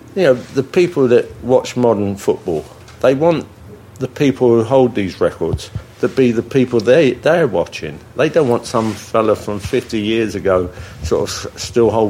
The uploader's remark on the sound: Coming live from the Millennium Hotel